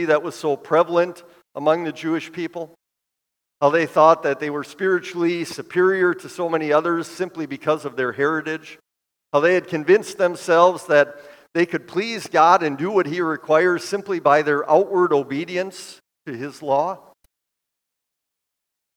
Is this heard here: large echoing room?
yes